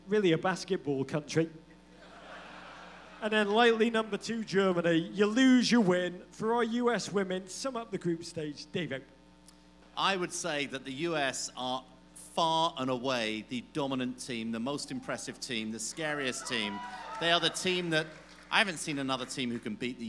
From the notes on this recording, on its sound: USWNT World Cup Pod Live in Philadelphia.